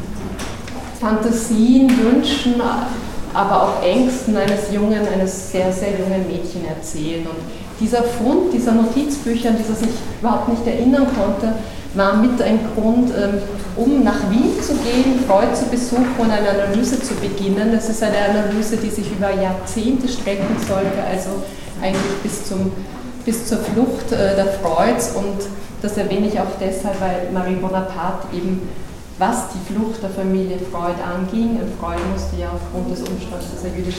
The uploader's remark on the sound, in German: Zu hören ist der Mitschnitt einer Führung.